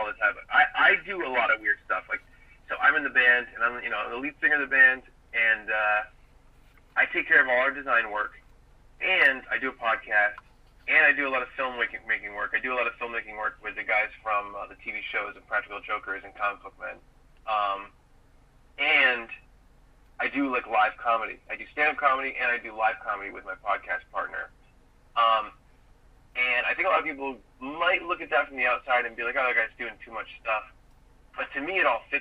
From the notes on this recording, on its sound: Recorded in my car on a really hot afternoon in Indiana. Joins me via phone.